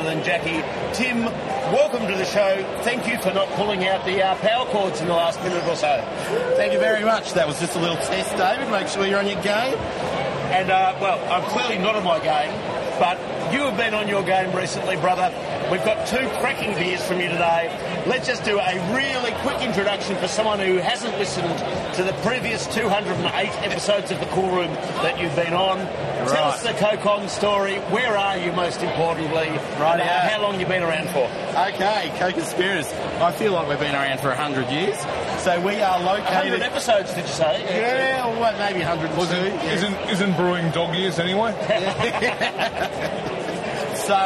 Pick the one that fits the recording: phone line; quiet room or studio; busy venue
busy venue